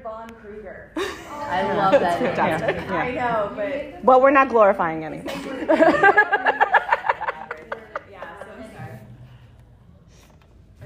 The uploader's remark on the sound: LA Comic-Con Panel 2023